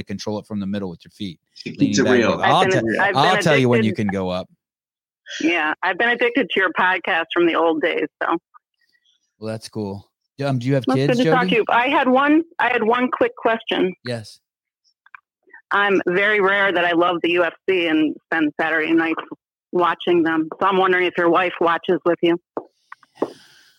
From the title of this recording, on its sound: Live Call in Show